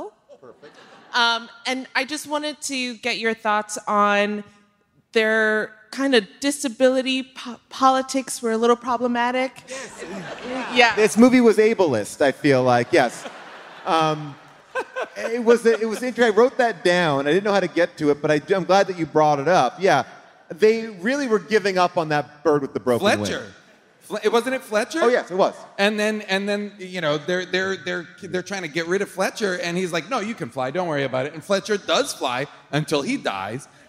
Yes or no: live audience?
yes